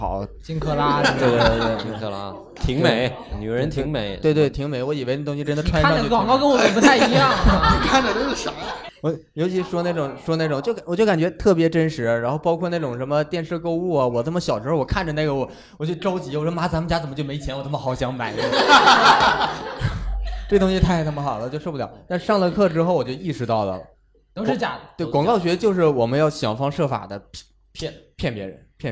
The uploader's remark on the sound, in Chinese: 现场观众因为找不找得到北的问题吵起来了！